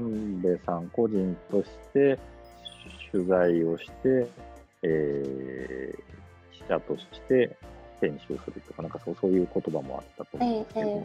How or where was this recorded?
video call